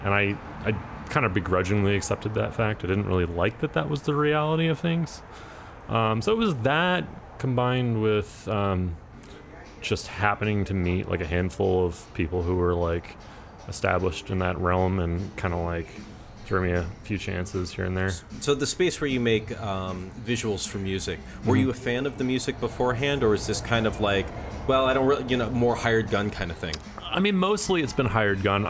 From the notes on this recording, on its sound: This episode was recorded over beers and french fries on the patio at Sawyer and Co in Austin Texas.